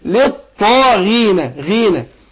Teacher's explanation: الغين هنا مكسورة وهي من الحروف اللي قلنا عليها الحروف الثلاثة المستعلية المنفتحة فتتأثر بالكسر تاخد أدنى درجات التفخيم. فأقول للطاغينة غينة.